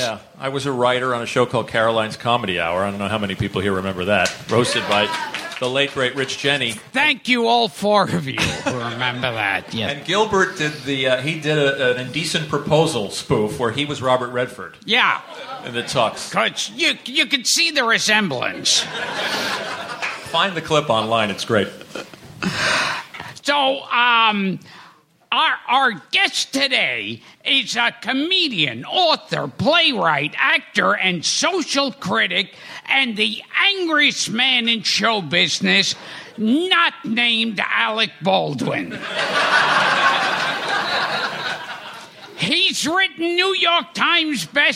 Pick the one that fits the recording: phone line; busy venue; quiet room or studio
busy venue